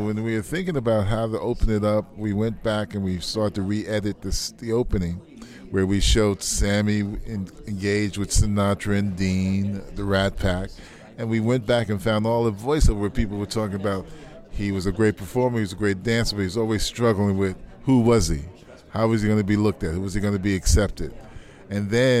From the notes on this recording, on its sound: at Closing Night of the 38th San Francisco Jewish Film Festival